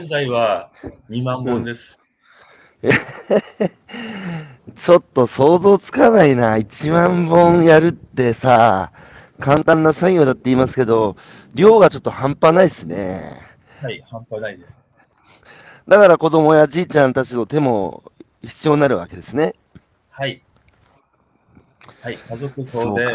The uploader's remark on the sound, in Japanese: 歩きながら1時間、対談する